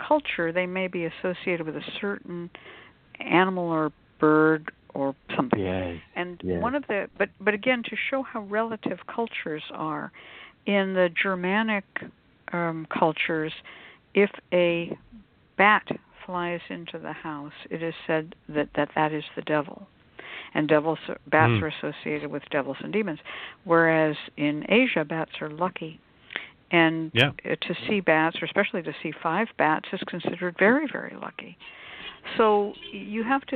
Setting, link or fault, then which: link, phone line